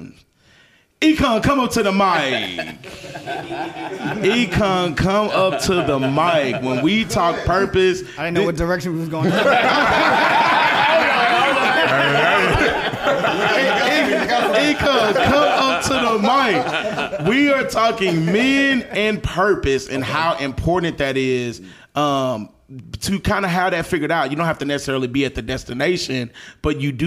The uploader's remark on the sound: Chattanooga, TN. First recording in front of a live audience!